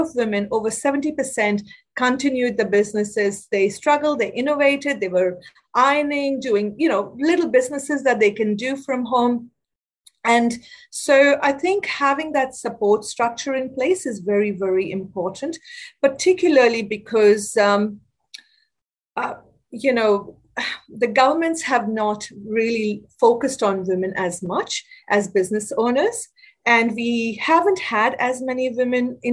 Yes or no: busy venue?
no